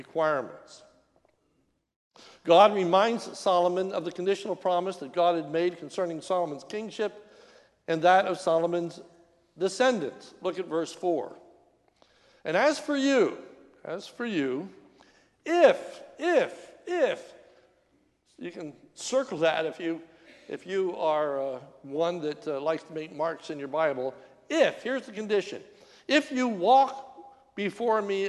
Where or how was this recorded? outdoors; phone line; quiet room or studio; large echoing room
large echoing room